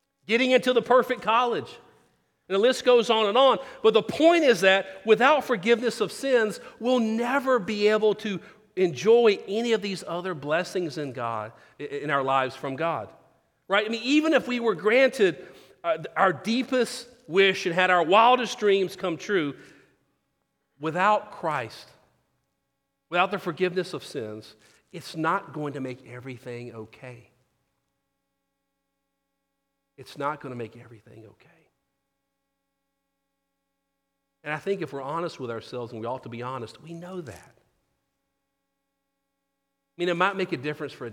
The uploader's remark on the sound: Sermon. Christ Presbyterian Church in Houston, TX.